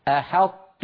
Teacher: فهم يدغمون الطاء في التاء إلا صفة الإطباق